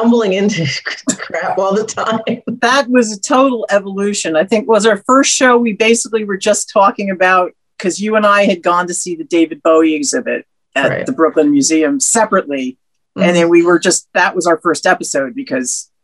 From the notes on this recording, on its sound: Zoom celebration